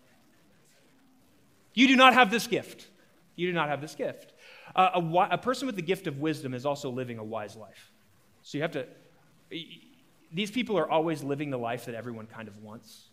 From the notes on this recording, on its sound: The following episode is a live recorded sermon from the Sunday gathering at The Heights Church Denver on 12/10/23